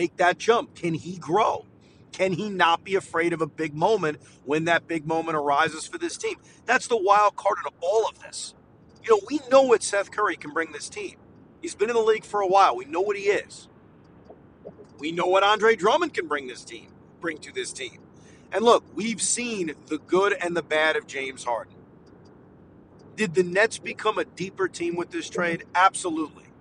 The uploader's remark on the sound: While driving home from Barclays Center.